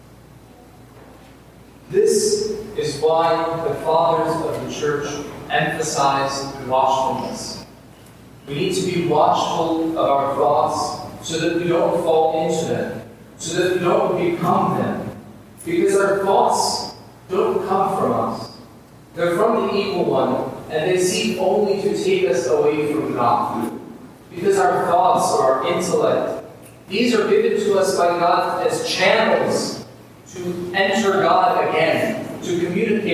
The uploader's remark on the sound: Please forgive the poor quality of the audio.